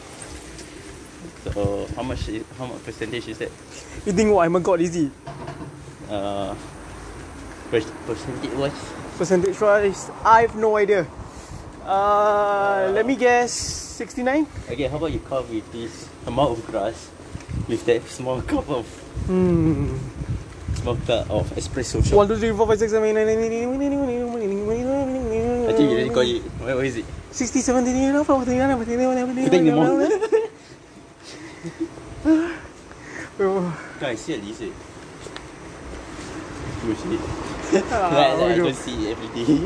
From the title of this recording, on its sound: half assed podcast outside the depot